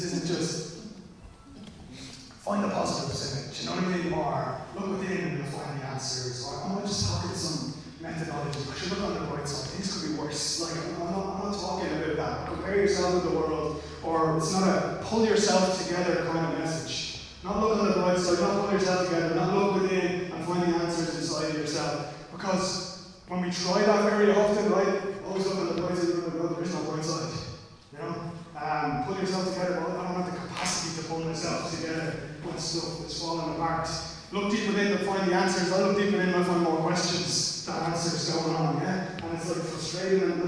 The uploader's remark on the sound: Recorded live at Liberty Church on 30 August 2020